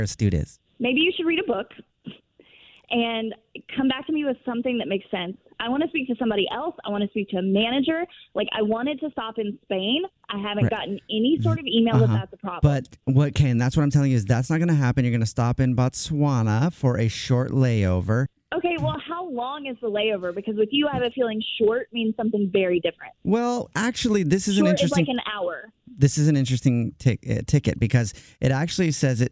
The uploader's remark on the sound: Phone Prank